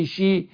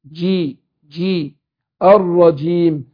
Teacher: الجيم هنا بتخرج أيضا زي الشين من وسط اللسان، بس الجيم حرف مجهور شديد فبيحصل فيه حبس للنفس والصوت · Shown in: second take